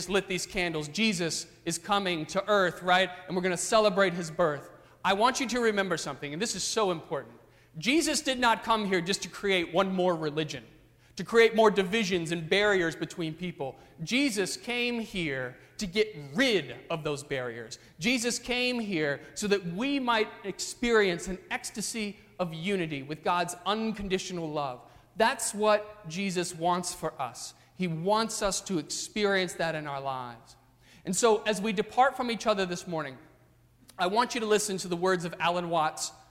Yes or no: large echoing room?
yes